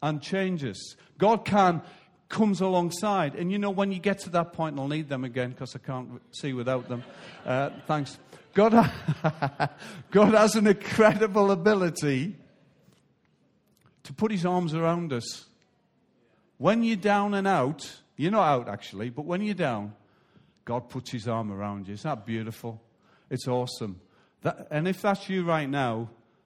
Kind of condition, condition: setting, large echoing room